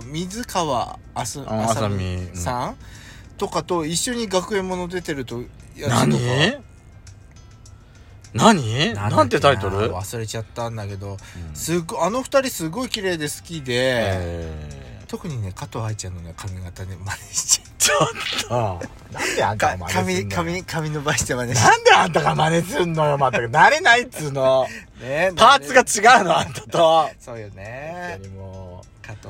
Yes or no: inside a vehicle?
yes